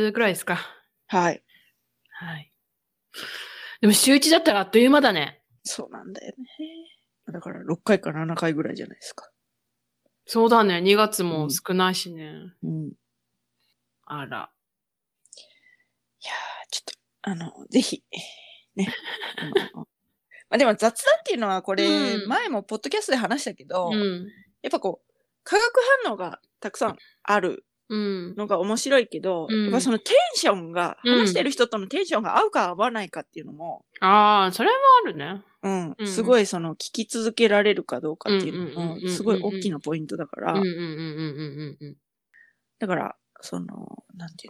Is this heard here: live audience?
no